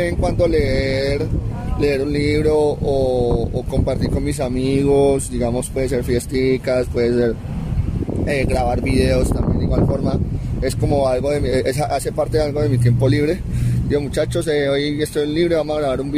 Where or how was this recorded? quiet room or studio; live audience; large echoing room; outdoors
outdoors